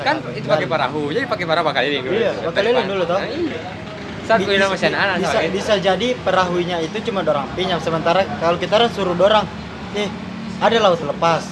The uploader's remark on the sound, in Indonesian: Diselah-selah ngerjain Proyek Video Profil KPMB-Y di panasnya cuaca Yogyakarta. Kita ngopi di angkringan di kawasan Tigu Jogja.